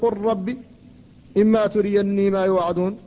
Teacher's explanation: قل ربي هذا بين المتجانسين، فاللام والراء، اللام ساكنة والراء محركة، وهما متجانسان فحصل الادغام